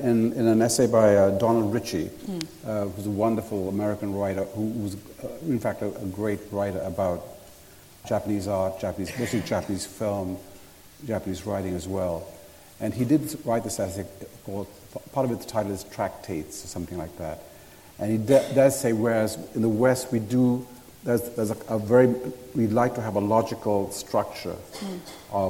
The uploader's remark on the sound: at a Guardian Live event